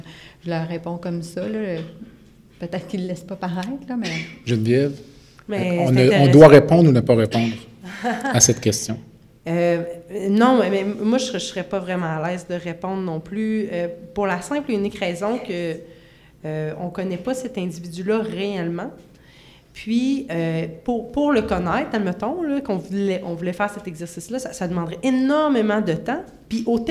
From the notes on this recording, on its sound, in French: Enregistré devant public. À Québec.